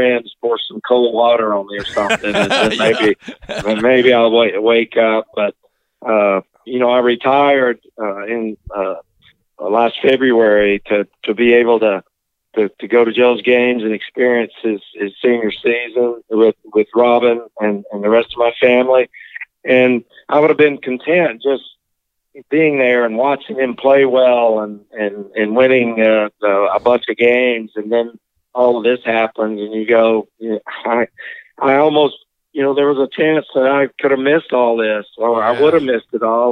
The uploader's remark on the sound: Called. In-studio.